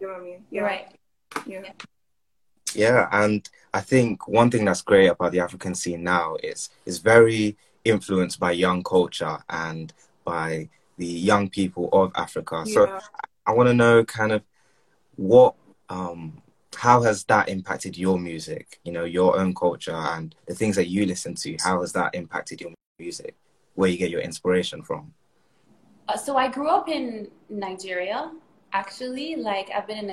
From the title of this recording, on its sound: Instagram Live